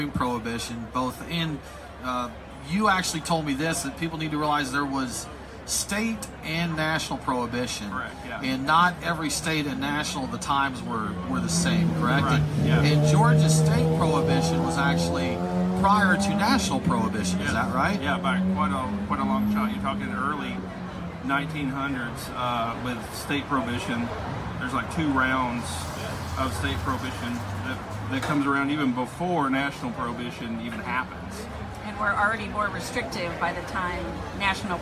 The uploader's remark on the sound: sit down with us at the 2018 Roswell Beer Festival